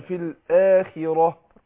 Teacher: الخاء احنا عارفينها من حروف الاستعلاء، لكن هتاخد ادنى درجات تفخيم طالما هي مكسورة